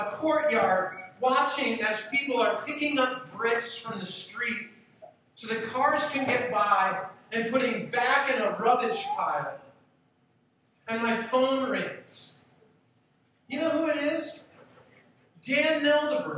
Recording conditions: poor sound quality